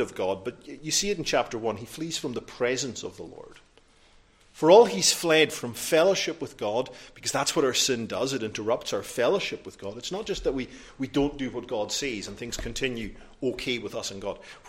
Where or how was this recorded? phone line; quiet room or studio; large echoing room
large echoing room